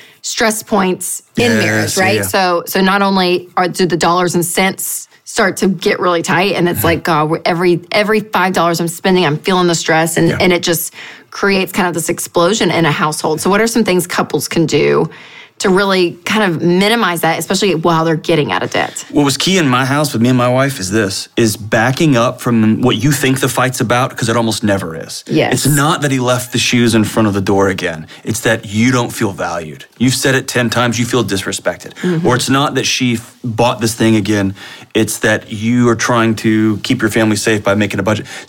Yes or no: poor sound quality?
no